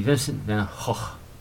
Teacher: Both of the G's in Go, in G-O-G-H, are guttural G's.